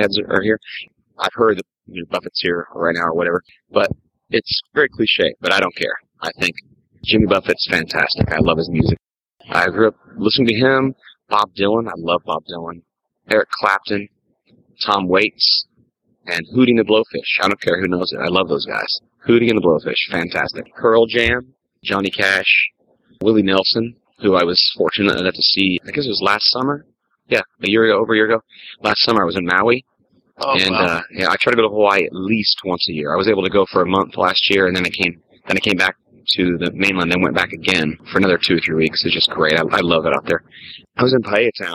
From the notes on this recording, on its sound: recorded right on the street in Key West